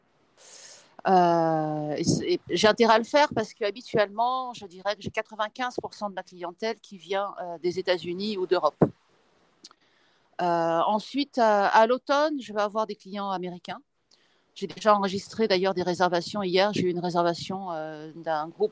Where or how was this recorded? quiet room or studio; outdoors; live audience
outdoors